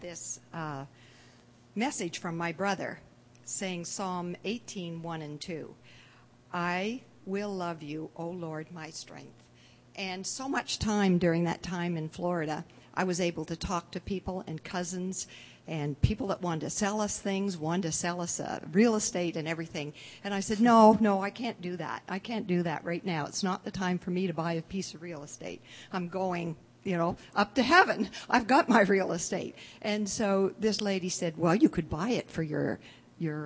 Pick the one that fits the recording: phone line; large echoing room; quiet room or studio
large echoing room